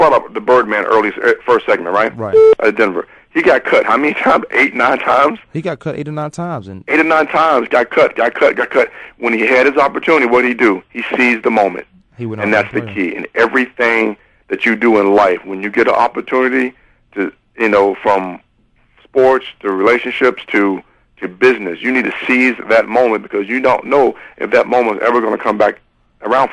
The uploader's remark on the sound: phone guest